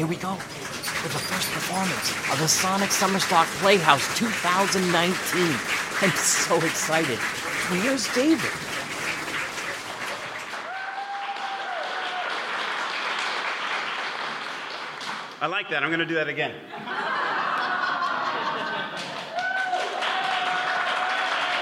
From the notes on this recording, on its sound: Performed live on stage at the Harbor Playhouse in August 2018!